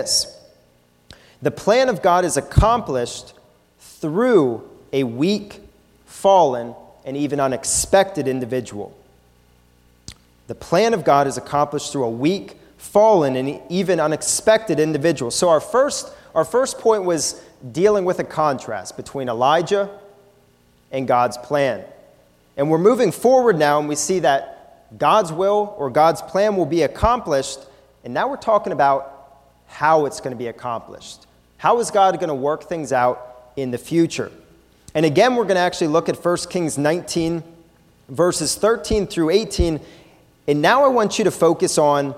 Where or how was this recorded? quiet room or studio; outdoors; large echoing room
large echoing room